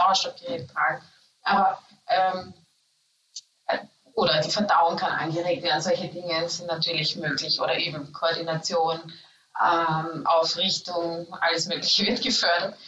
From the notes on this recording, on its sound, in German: SORRY für die schlechte Audioqualität! Auch wenn unser Mikrofon diesmal etwas gestreikt hat.